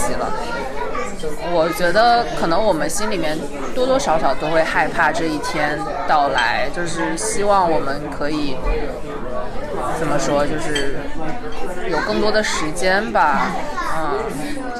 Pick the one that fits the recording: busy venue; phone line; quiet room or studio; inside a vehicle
busy venue